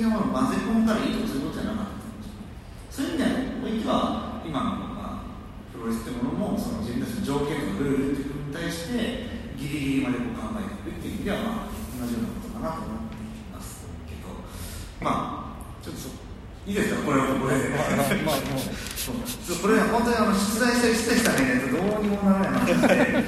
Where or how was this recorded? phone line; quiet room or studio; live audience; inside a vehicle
live audience